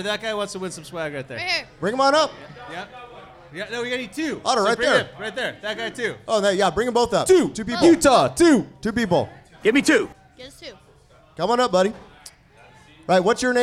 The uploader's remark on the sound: Live from 8one8 Brewing Company in California’s world famous “the Valley.” Succeed in stumping some of the patrons of 8one8 on their knowledge of famous breweries and beer.